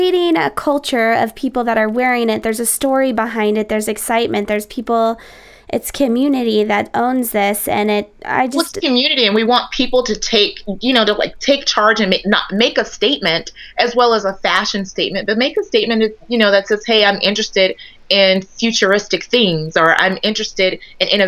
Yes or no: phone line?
no